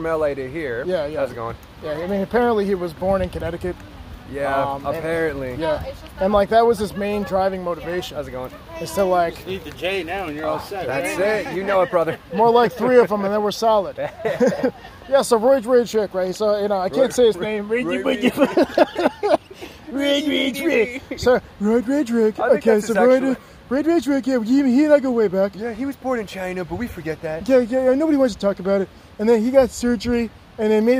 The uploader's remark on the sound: We decided to record a podcast in the woods in Connecticut. The public got involved.